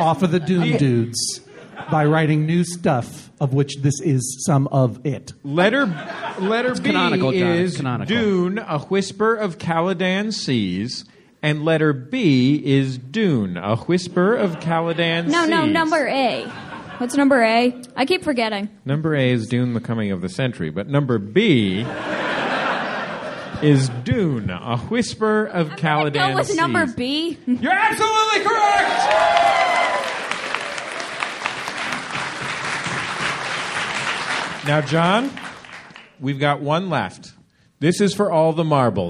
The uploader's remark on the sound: Live at SF Sketchfest. Live on stage at the Eureka Theatre as part of the 2016 SF Sketchfest.